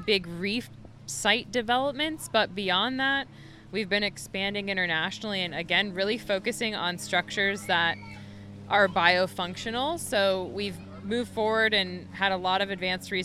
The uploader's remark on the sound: Recorded on the beach in Surfside, Florida on Earth Day.